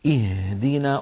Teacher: انظروا كيف أن الهاء حرف مفتوح مهموس، فلما ننطقه يستهلك كمية كبيرة من الهواء